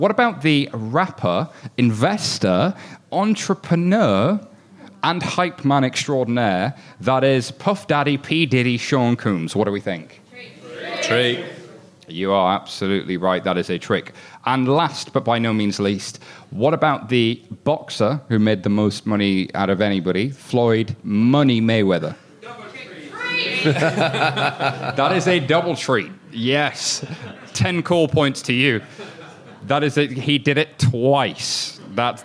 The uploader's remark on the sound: It's a Halloween-themed show recorded in front of a live studio audience at our home in WeWork, London. No live recording is complete without a good feature, so we have a bit of audience participation.